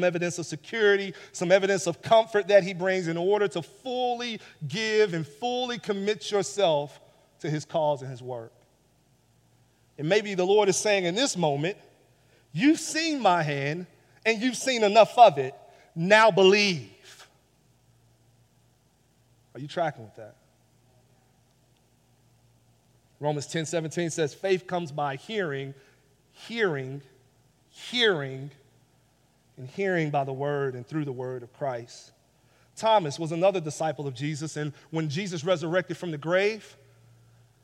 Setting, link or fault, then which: setting, large echoing room